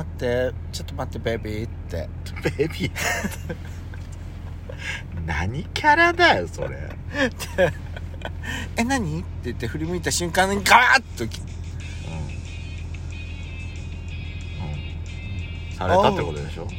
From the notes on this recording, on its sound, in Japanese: パーキング収録